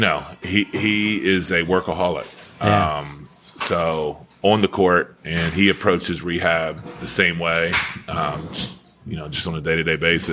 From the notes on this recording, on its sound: Recorded each week at Chad's BBQ in Edgewater, MD. Recorded each week at Chad's BBQ in Edgewater, MD.